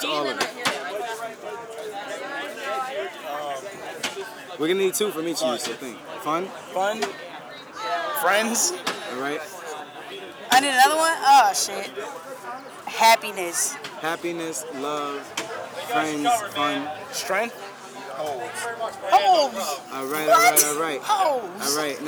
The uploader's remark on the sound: Live From Anti-Venue Rochester. Live backstage coverage of the #AntiVenueTour while on it's stop in Rochester, New York.